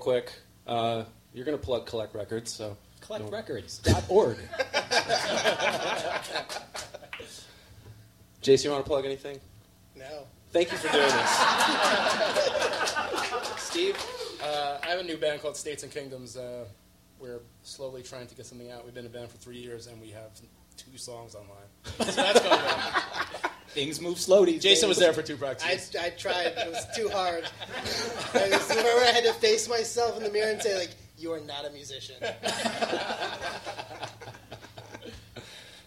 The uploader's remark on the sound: Live Podcast Taping from Brooklyn. This special episode taped live at Union Hall in Brooklyn.